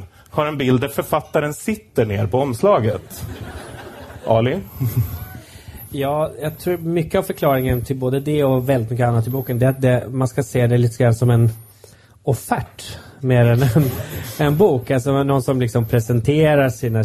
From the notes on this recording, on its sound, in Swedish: Inspelat live på Kägelbanan i Stockholm.